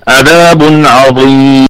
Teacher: عذاب، عذاب، عذاب، الكلمة كلها أعاذنا الله وإياكم من العذاب، الكلمة كلها مرققة، والذال فيها مد طبيعي وصلا